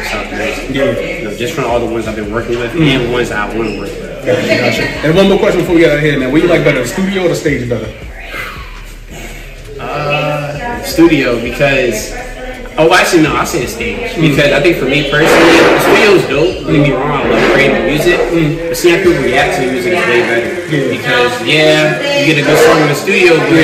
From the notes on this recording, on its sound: live at the Hood Media NYC’s Media Day Mayhem